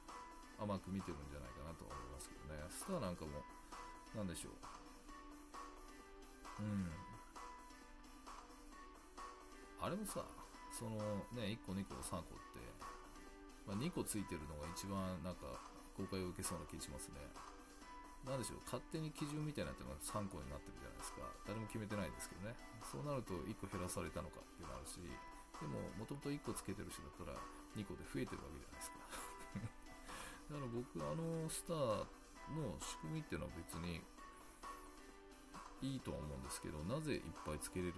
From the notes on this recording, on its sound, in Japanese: ちょっと音声小さいですか？